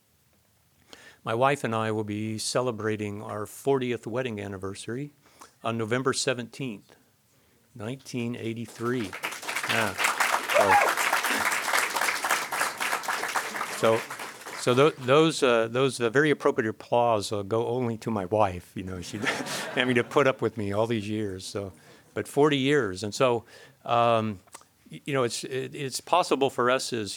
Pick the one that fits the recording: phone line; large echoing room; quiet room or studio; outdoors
large echoing room